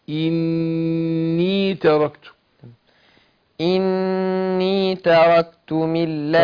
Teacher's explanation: النون مشددة تاخد غنة حركتين، وبعدين ما اخطفهاش، ما اخطفش الياء، لا أديها المد الطبيعي بتاعها.